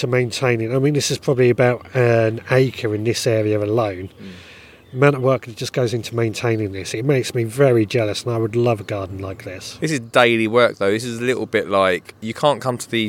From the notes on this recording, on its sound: this week we record from Gardeners world spring fair